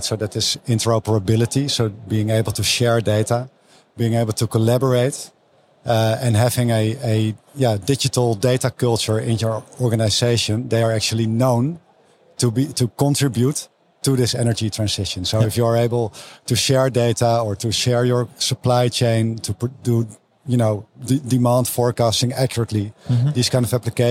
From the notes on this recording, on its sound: In this English-language episode, live from the Big Data Expo.